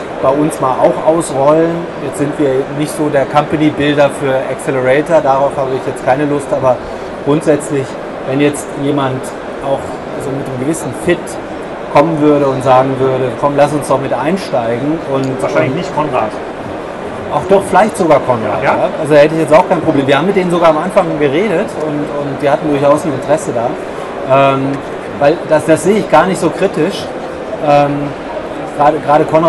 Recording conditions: busy venue